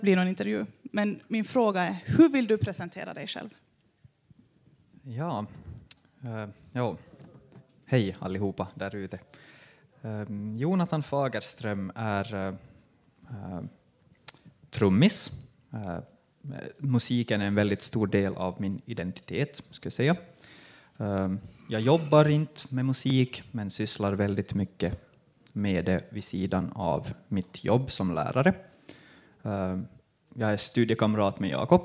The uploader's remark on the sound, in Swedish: Nyfikas live-podd på Humlefestivalen 2021